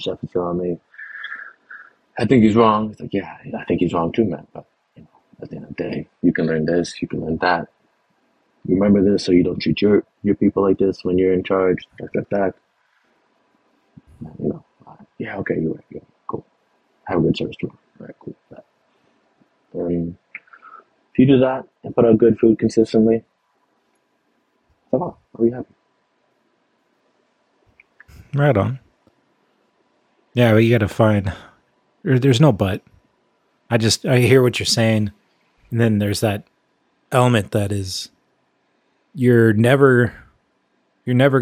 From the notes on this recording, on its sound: Recorded using Riverside. Recorded using Riverside.FM - The best solution I have found for recording my podcast.